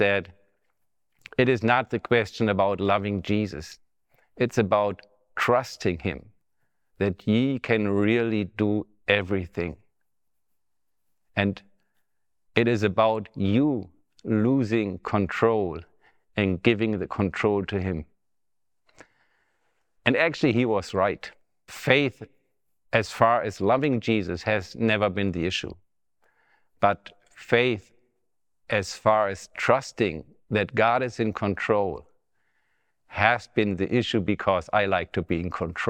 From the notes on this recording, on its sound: Testimony Recorded at Love-N-Care Ministries in Germany.